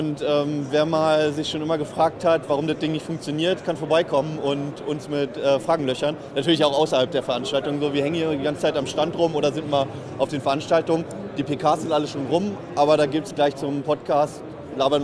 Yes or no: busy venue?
yes